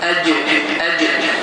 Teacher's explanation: dilimizin ortası yox, dilimizin tərəfi, uc hissəsi, yuxarı damağa toxundu